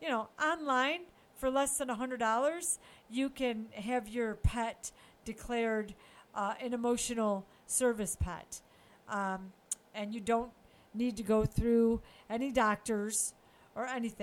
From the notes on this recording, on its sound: sound may be low on this one - sorry about that